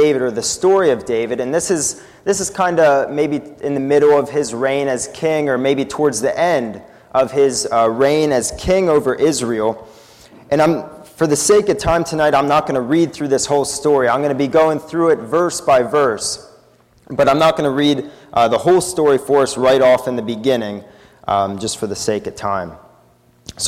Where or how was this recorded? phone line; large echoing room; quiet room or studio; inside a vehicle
large echoing room